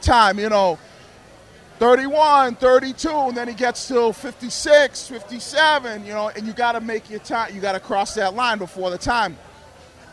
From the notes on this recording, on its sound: Episode 1 - Live from Lord Hobo Brewing in Woburn